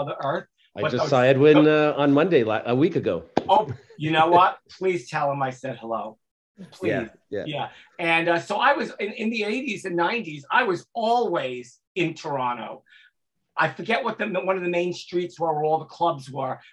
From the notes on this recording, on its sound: live at last year's indie101 music conference (online)